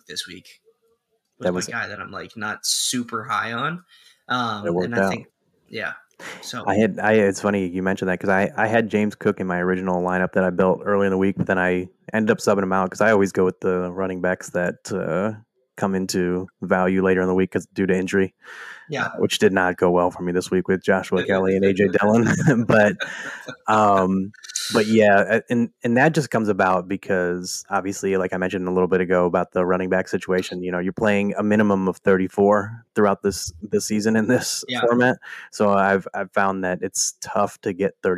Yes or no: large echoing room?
no